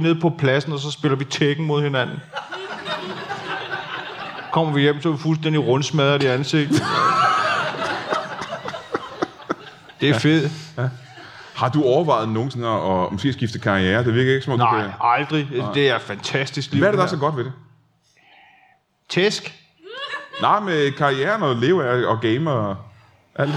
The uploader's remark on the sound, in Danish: LIVE fra Skråen i Aalborg